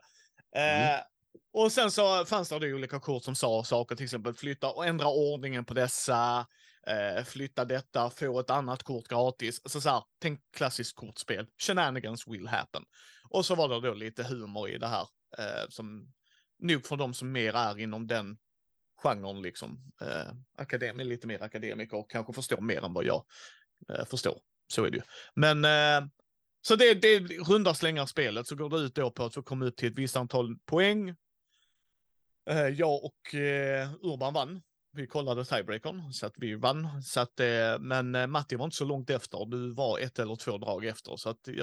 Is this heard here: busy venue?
no